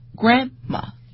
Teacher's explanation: 重音我们应该放在 grand 上面